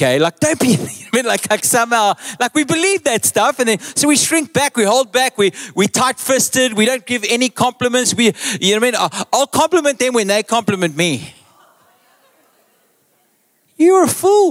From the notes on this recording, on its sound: Recorded live on Sunday 11th June the 2023